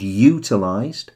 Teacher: they all have the emphasis on the first syllable